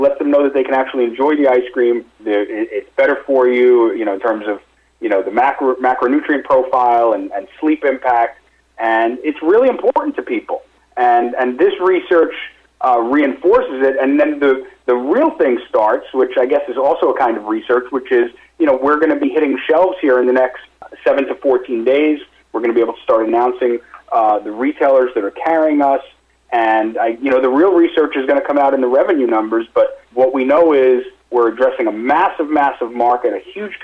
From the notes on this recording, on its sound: called in to SmallCapVoice